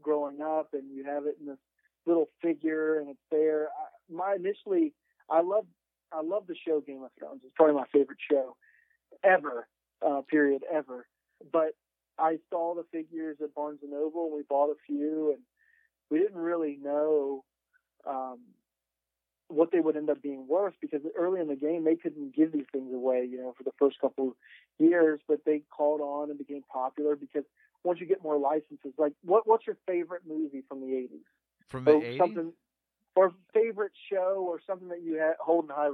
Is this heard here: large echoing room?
no